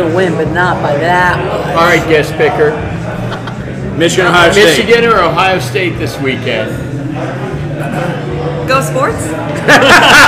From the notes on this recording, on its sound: Neighborhood friends who get together weekly at the Neighborhood Watering hole MJ’s Grill in Columbia SC with some brews and a microphone.